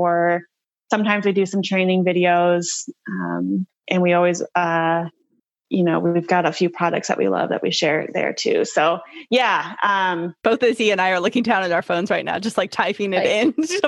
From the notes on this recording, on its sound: We sit down (actually Zoom call cause rona still around).